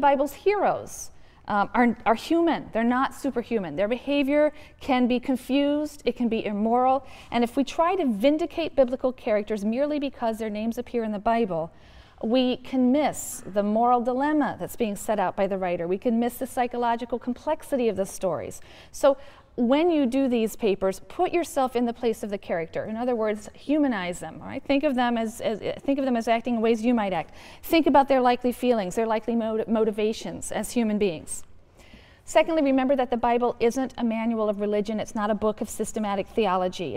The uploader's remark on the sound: The audio to this episode comes from Lecture #21 in the 2006 YouTube Lecture series